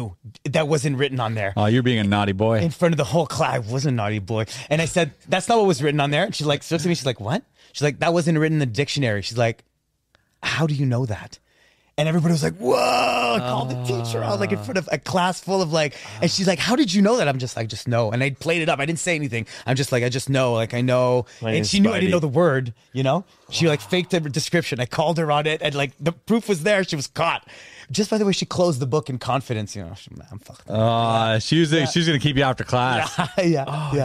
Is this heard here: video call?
no